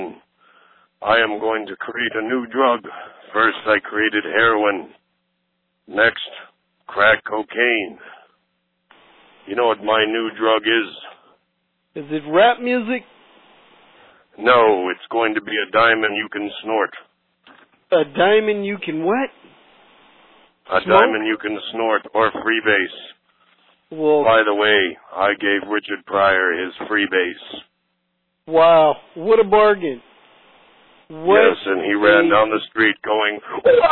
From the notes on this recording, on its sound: …'s Personal Prank Phone Calls Collection.